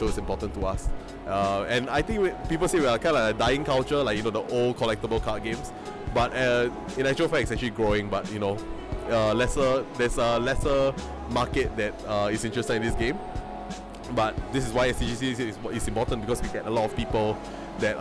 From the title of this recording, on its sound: Live at STGCC 2016